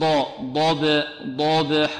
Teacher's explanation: ونرقق ماذا؟ الباء، والباء هذه الآن مقلقلة، لماذا؟ لأنها ساكنة، لأنها ساكنة، وقلنا حروف القلقلة كم؟